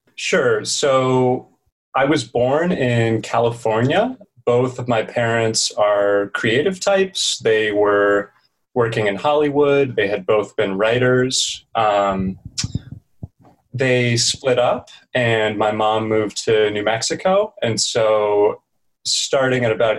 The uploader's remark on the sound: This is because the conversation was conducted on Zoom.